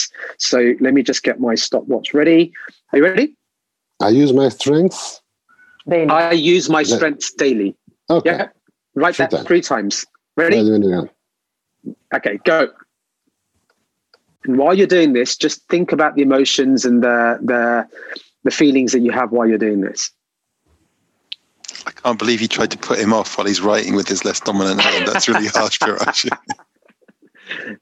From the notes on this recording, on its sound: This episode was first recorded as a webinar in Jan 2021 and converted to a podcast.